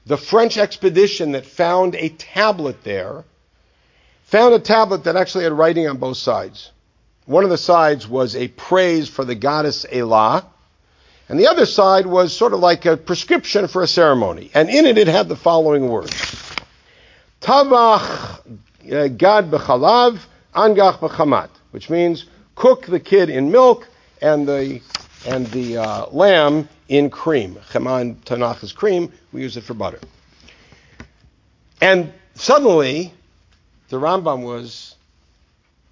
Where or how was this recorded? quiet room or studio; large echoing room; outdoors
large echoing room